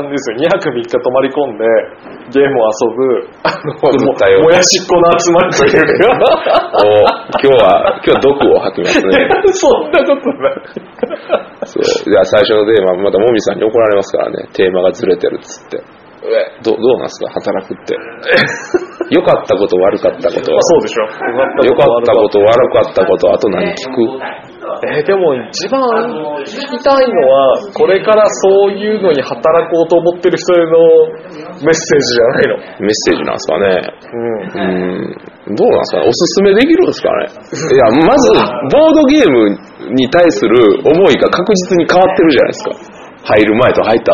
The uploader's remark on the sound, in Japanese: 9月1日に開催された｢TRPGフェス｣にて、ボードゲーム業界で働く人が集まって収録！